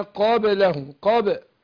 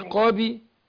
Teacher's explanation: القلقلة قريبة للفتح، طريقة ادائها عمليا قريبة للفتح · Shown in: first take